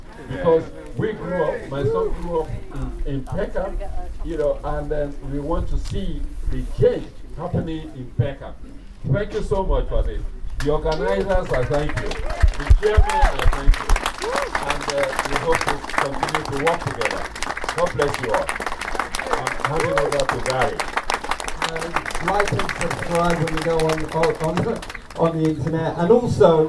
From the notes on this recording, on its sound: At The Match: Peckham Town 5-0 Stansfeld. With the ongoing pandemic resulting in hundreds of football games being played out in empty stadiums, finding a suitable venue for the return of At The Match has proved a bit trickier than usual. Packed the microphones onto the P4 bus and headed to Peckham Town FC!